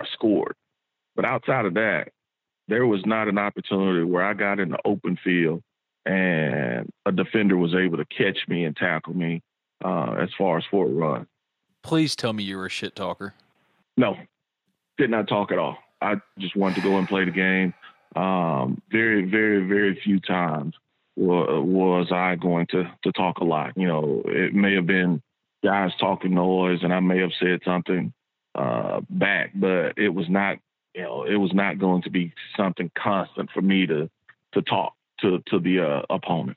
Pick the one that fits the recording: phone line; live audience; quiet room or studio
phone line